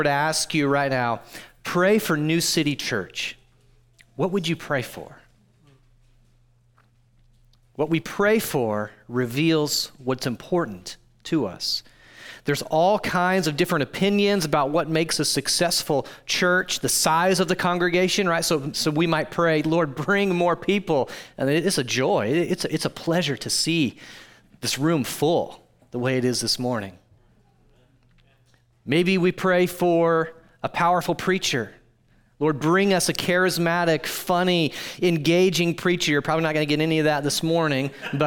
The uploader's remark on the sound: audio from New City Church in Champaign-Urbana, IL